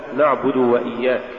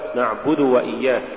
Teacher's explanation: عدم بيان الضمة إذا جاء بعدها واو · Shown in: first take · مثال ذلك نعبد وإياك، تقرأ لحنا نعبد وإياك، والصواب نعبد وإياك.